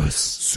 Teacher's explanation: says his name at the end of that scene, like, really breathy, though.